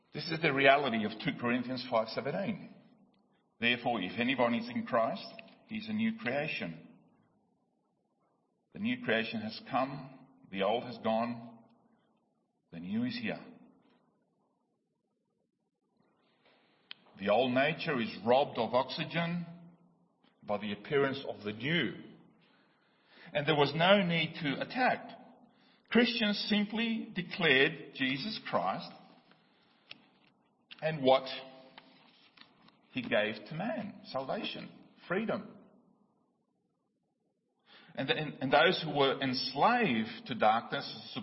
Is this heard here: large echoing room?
yes